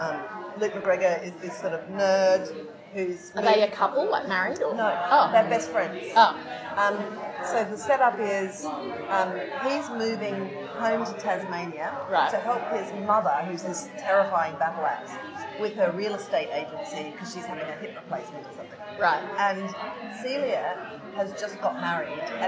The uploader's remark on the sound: Warning: bad audio quality!